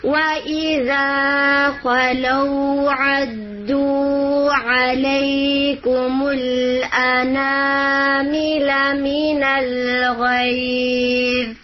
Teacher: نون کو ہم لمبا کریں گے، حمزہ کو نہیں لمبا کرنا